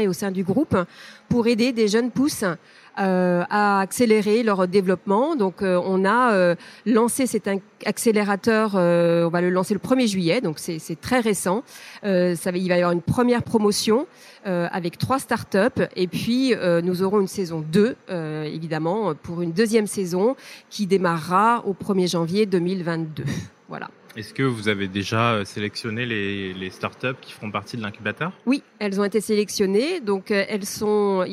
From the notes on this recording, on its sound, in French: CB News, partenaire média historique du salon, a été prendre le pouls de la relance, dans son studio au coeur de ce forum annuel des start-up et de la technologie. Enregistré en direct du salon.